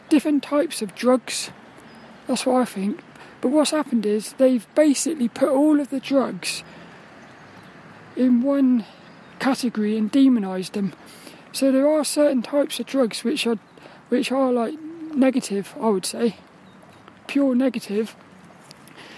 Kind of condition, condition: setting, outdoors